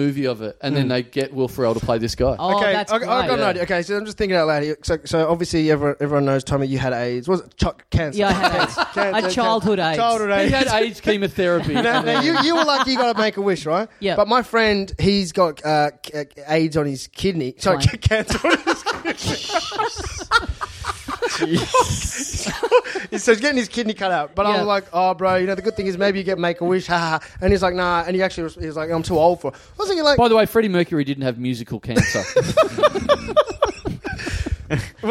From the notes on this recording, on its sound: Big live podcast and stand-up show. We're heading down for the first time for a live show in a small venue.